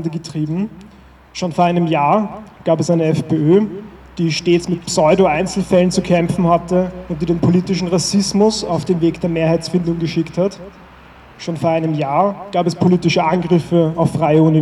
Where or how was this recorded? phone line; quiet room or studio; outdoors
outdoors